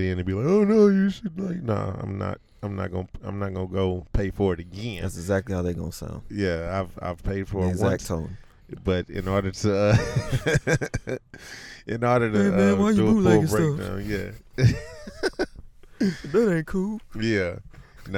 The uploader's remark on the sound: recorded our instant reaction in the car right outside the movie theater!